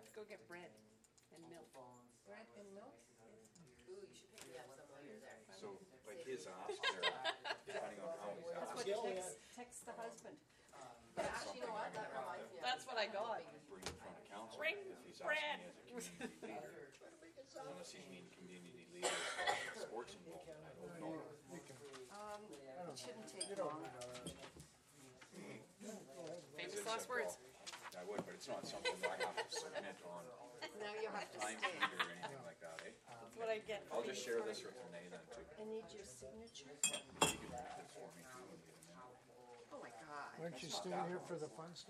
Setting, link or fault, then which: setting, large echoing room